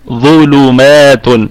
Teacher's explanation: الظاء في ثالث درجات التفخيم، في الدرجة الثالثة من درجات التفخيم، وبقية الكلمة مرققة. ونراعي بعد الظاء ترقيق اللام.